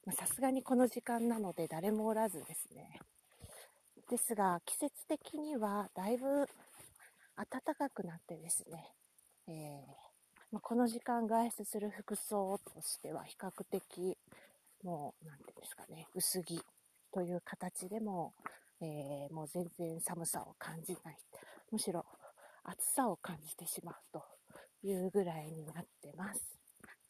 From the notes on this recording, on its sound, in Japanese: 山の中から。初の屋外収録です。